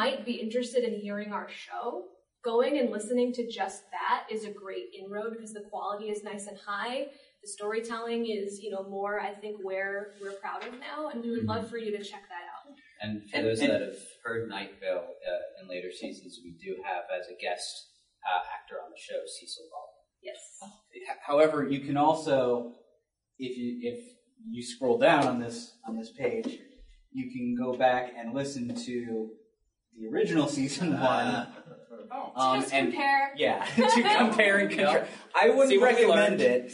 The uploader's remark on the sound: Today we bring you a recording from our panel at the Oak Lawn Public Library.